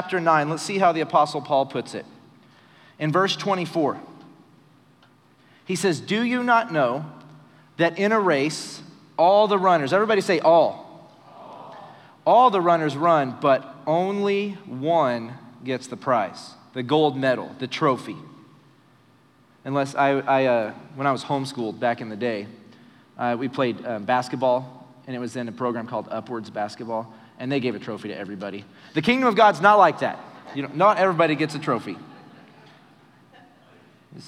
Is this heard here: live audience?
yes